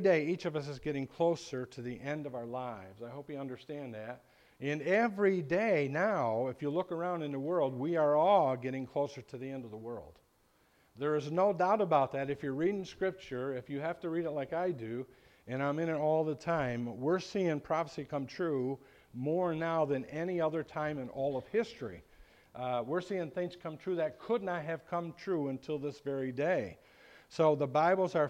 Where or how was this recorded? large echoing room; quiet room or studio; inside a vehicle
large echoing room